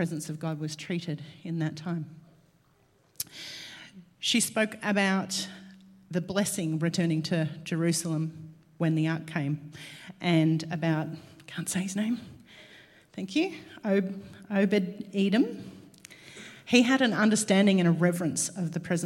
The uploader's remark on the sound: LIVE at Echo Church